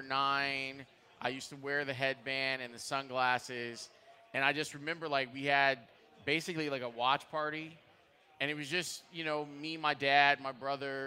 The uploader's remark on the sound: live from Benchmark in Old Town for the Circa Big Game Watch Party